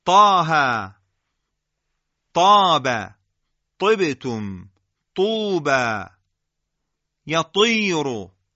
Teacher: این گودی کف زبان به گودی سقف دهان منطبق میشه و هنگام جدا شدن این دوتا اندام از همدیگه حرف طا به وجود میاد